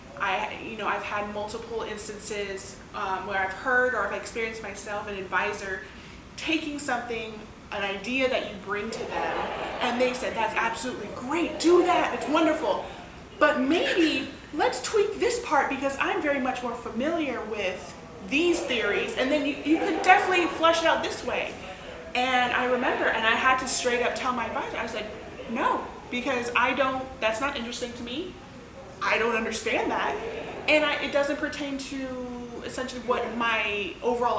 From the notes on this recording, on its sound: On location at this year's University of Alabama Languages Conference. The GradLings host a panel of awesome grad students.